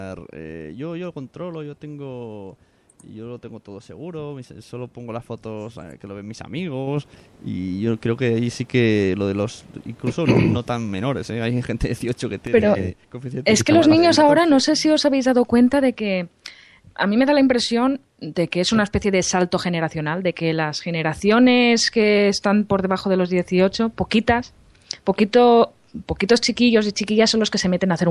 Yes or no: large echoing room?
no